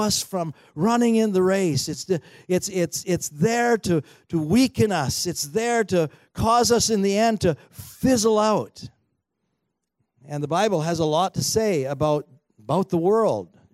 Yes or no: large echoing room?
yes